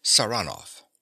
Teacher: He pronounces the name with a stress on the second syllable